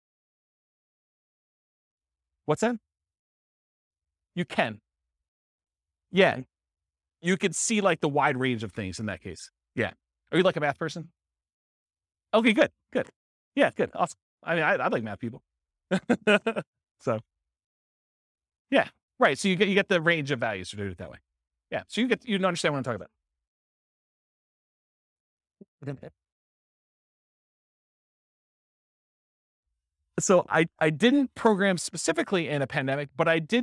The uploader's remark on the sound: This was a live class recorded